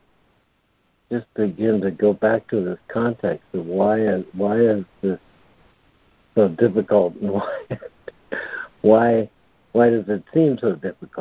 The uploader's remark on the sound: ACIM Daily Conference Call